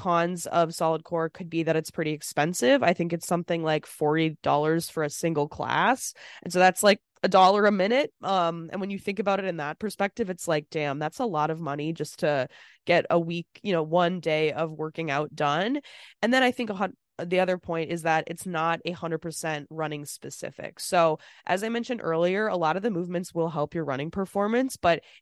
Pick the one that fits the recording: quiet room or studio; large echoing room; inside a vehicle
quiet room or studio